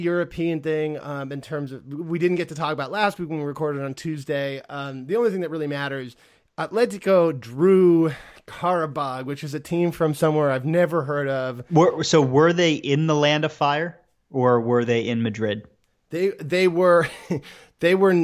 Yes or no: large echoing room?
no